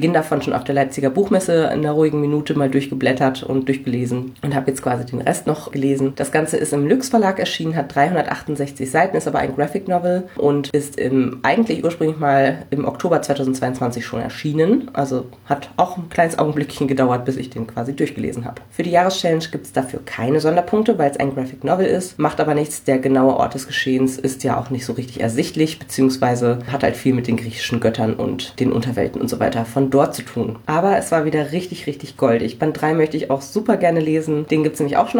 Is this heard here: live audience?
no